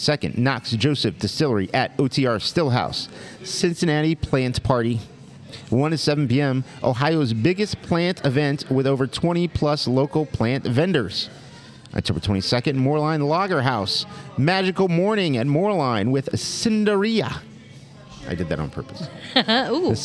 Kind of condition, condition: setting, busy venue